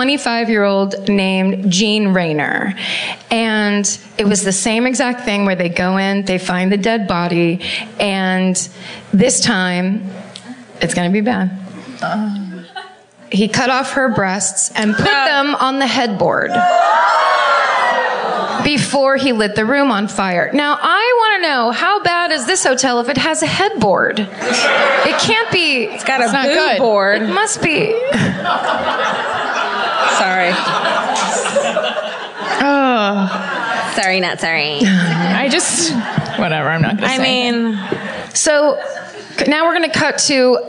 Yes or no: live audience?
yes